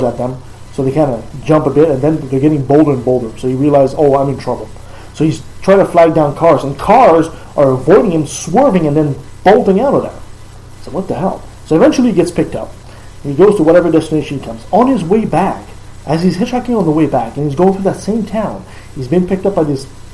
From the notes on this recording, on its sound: we had some mic issues, audio is less than optimal